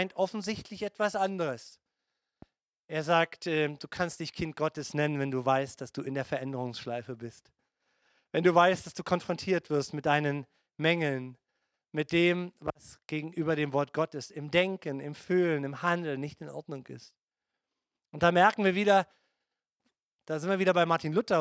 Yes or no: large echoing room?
yes